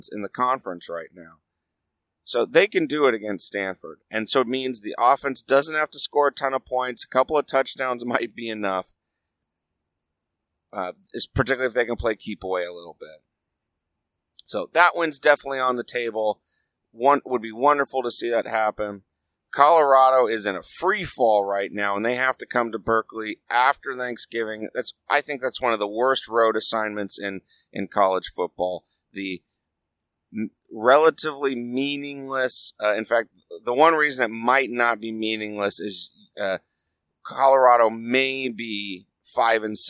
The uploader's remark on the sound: I recorded it on the drive home from LA. I had a lot of things that needed to be edited out (kids with questions for their dad, etc.)